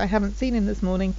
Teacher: So I could say, oh, I haven't seen him this morning, so the T in haven't kind of disappears · Term: lose a T